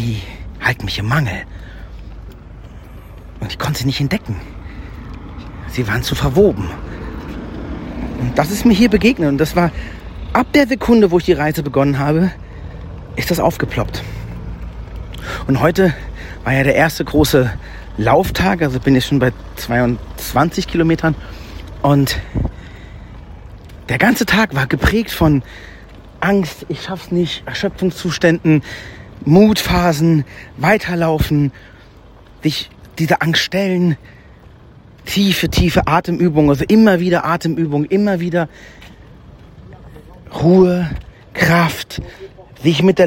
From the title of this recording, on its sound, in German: Live vom Jakobsweg